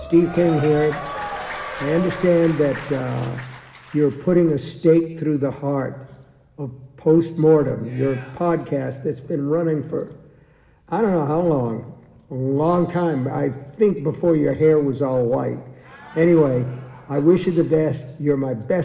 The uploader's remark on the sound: Taking place LIVE from the historic Egyptian Theatre Hollywood. LIVE from The Egyptian Theatre Hollywood. For an unforgettable night with a packed audience.